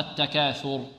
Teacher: والراء هنا ماذا؟ مفخمة، لأن وقفنا عليها ساكنة وقبلها مضموم، التكاثر، نرقق الثاء ونفخم ماذا؟